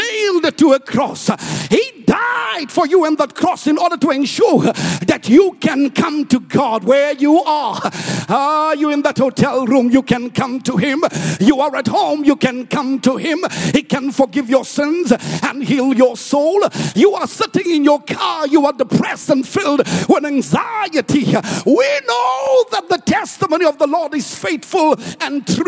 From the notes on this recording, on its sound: preached at Grace Bible Church Pimville